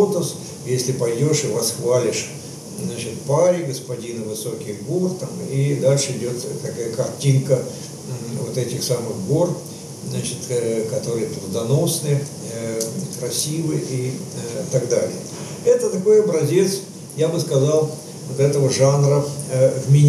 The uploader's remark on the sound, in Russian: Приносим извинения за качество звука: запись велась в живой рабочей обстановке.